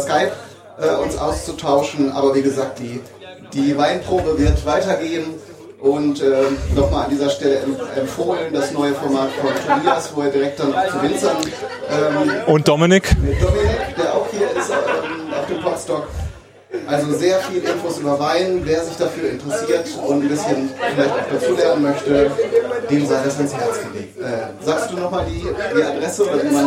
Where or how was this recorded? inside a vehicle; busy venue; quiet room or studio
busy venue